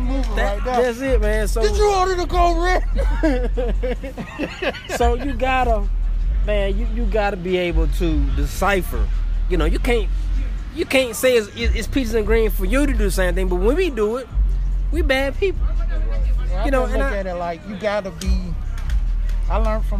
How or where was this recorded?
busy venue